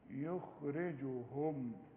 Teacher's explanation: الخاء دي رابع درجات التفخيم، الحرف الساكن المفخم يبقى رابع درجات التفخيم